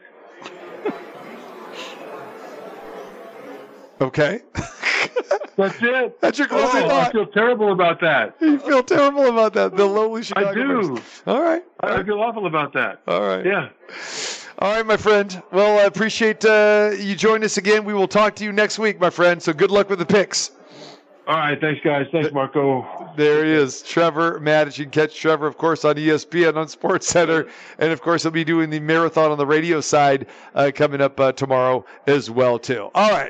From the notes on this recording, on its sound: Live from the Superbook at the Westgate Hotel and Casino. It's Best Bets live from the Superbook at the Westgate.